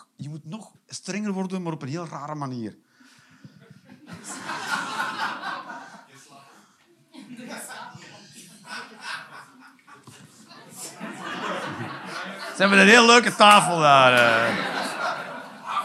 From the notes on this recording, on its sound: Live 8 November 2023, foyer Arenbergschouwburg, Antwerpen.